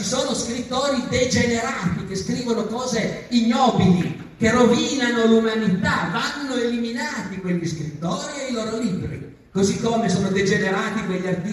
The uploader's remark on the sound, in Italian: Salone del Libro di Torino. Audio registrato in presenza.